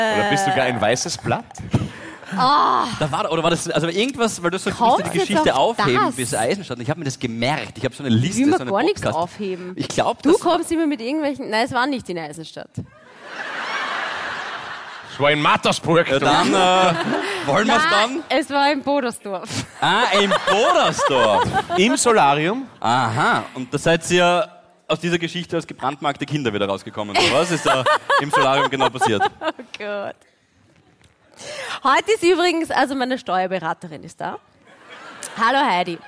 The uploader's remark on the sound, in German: Hawi D'Ehre LIVE - Eisenstadt.